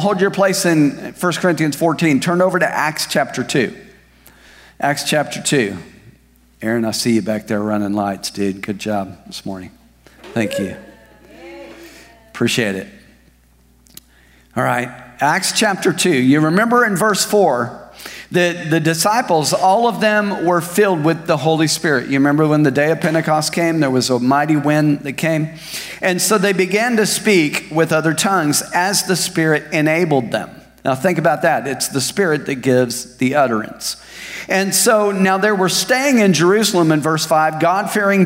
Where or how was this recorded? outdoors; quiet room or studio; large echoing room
large echoing room